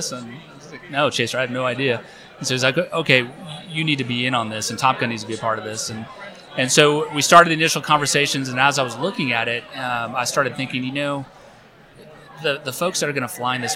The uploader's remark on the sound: Live from Tailhook 2019